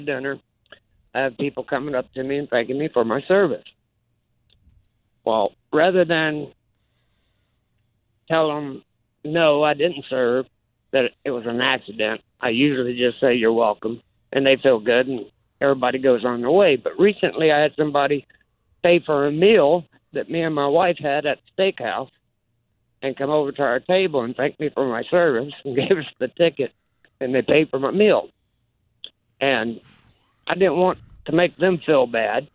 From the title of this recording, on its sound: called in to a radio show